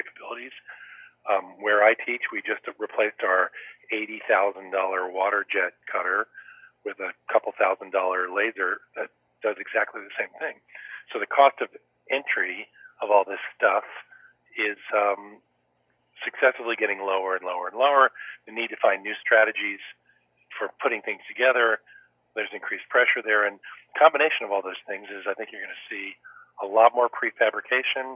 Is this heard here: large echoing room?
no